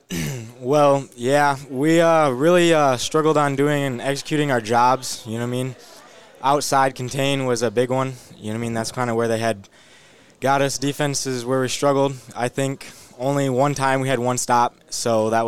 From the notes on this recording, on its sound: live from The Bird Bar and Grill